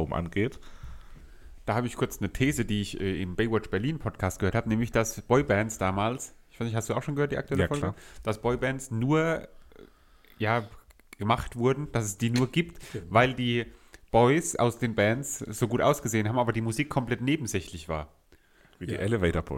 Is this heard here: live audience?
no